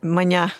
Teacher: И во французском ударение на последний слог, поэтому я тебя «маня» и назвала